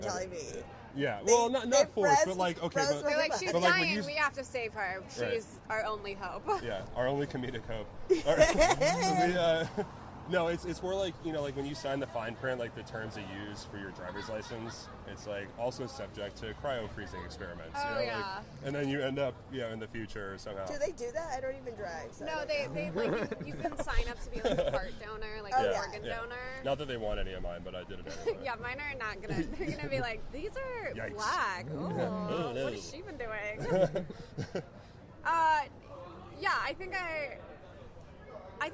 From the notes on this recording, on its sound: As we nerd out in public over Futurama before the HaHa Harvest Festival showcases at Kelly’s Olympian in Downtown Portland!